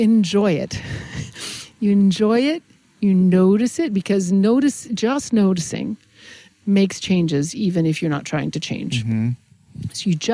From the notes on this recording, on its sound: we sat down at a local park and had a conversation